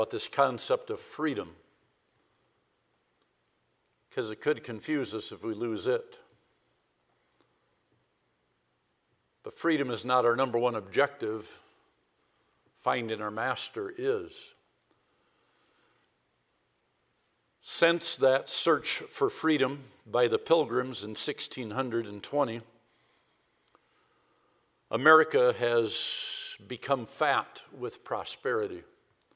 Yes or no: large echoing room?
yes